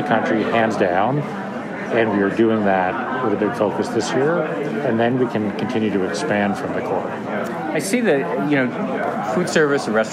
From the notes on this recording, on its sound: Recorded live in a busy media room at the Restaurant Canada trade show in Toronto early March. Recorded from his office in Montreal.